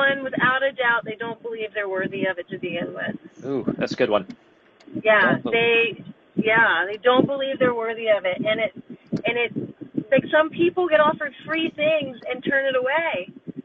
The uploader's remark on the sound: from my car!